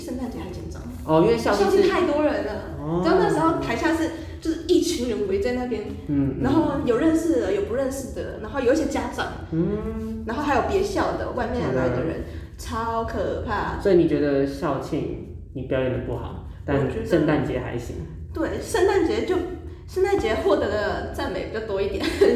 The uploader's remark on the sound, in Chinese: 回音較大，請見諒